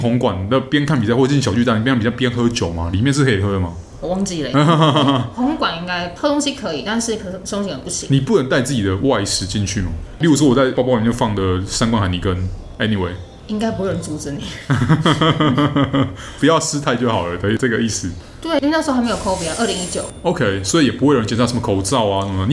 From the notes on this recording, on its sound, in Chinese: 本集白噪音指數：0/5。錄音地點： The Gathering Cafe 齊客咖啡。